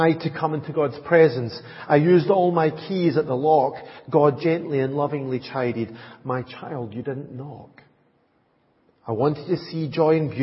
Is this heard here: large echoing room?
yes